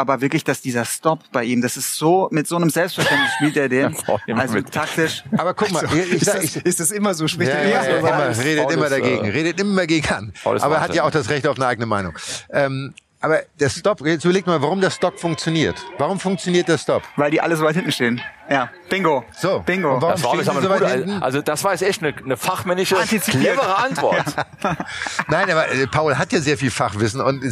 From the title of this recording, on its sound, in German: Live-Podcast vom ATP-Turnier in München